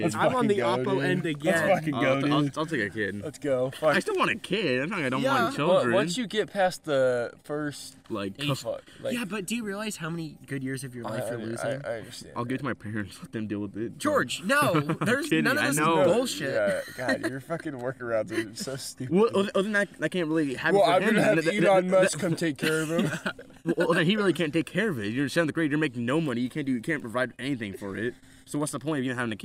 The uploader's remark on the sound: sprinklers soak us mid recording